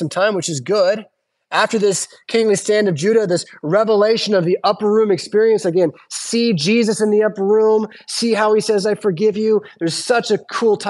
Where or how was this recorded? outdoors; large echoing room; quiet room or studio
large echoing room